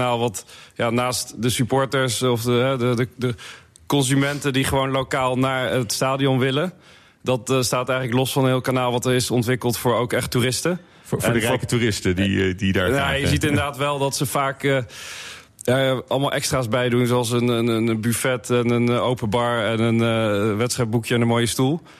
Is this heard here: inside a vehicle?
no